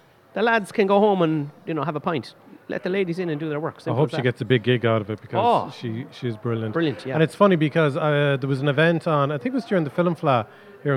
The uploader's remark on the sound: Recorded at Eye Cinema Galway.